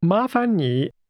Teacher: This expression for please is pronounced with two rising tones, followed by a falling, rising tone.